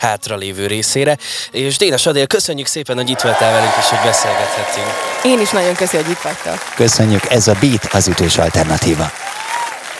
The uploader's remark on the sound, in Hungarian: Beat Live. Művészetek Völgye interjúk.